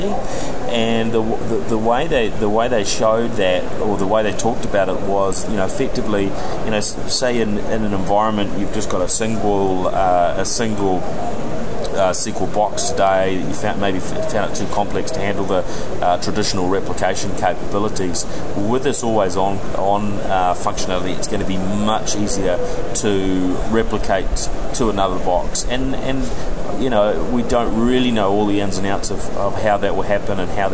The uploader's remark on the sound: This special edition of the NZ Tech Podcast reports from day 2 at Microsoft’s Worldwide Partner Conference (USA).